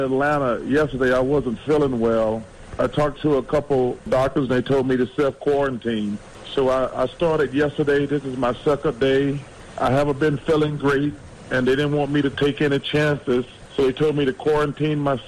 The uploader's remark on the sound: we opened up the phone lines for our listeners